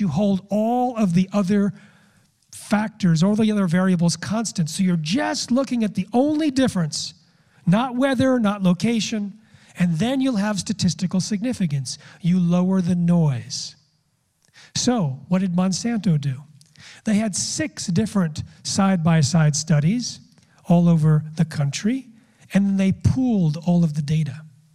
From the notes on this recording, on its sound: speaks in front of a Real Truth About Health conference audience